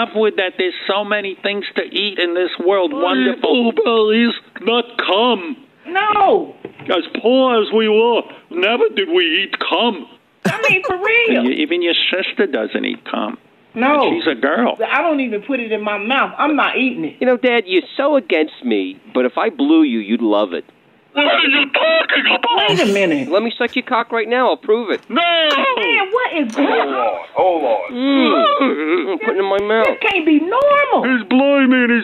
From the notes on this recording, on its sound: New Phony Phone Call